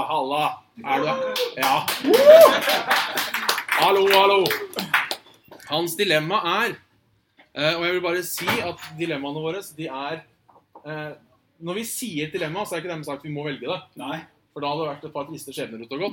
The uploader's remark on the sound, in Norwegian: Live med Level Up fra Tilt. Vi gjeste jubileet til Level up og og tok lige så godt og kuppet showet dems og kjøre en live Saft og Svele. Litt laber lyd.